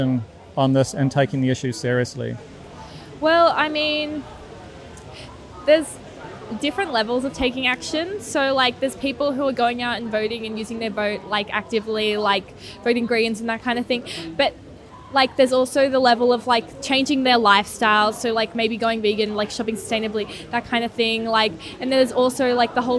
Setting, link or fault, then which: setting, outdoors